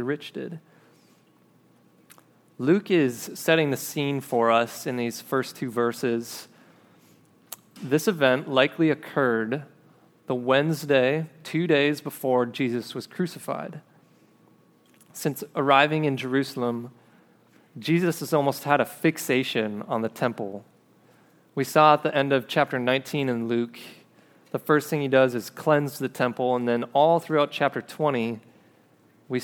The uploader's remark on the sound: This episode is a recording of a sermon preached at River City Church in Fargo, ND